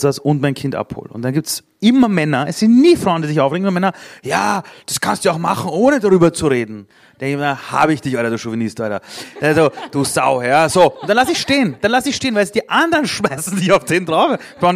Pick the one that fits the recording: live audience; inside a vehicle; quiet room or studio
live audience